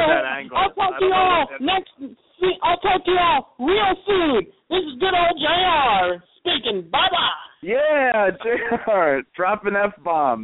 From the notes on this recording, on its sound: We'll be mocking live callers without provocation.